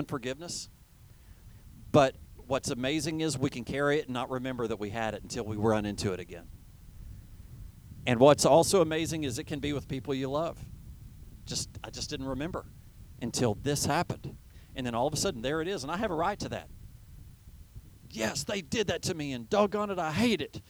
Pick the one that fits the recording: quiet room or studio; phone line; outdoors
outdoors